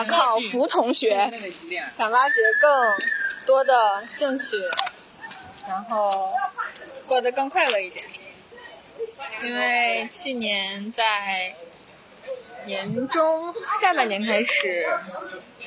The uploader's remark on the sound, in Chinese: 这是一期手机录音。音质不算好。听不清在说什么，甚至觉得我们很吵。